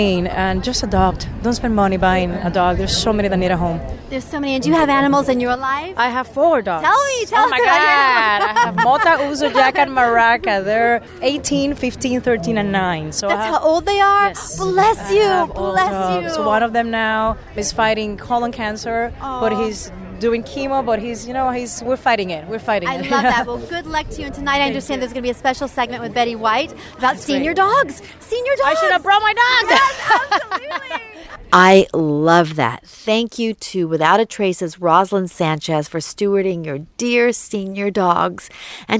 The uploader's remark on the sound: We are LIVE on the Red Carpet!